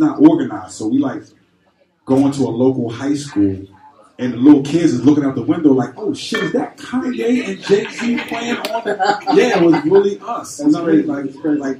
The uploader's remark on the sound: We are live from the beautiful G Star Brooklyn store at 118 N 4th St, Brooklyn, NY 11249. This is our first stop on the tour so we hope you enjoy.